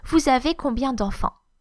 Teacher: So even though they are real questions, the intonation will fall because it doesn't need to rise. It cannot be confused with a statement because of the presence of the question word. · Term: falling intonation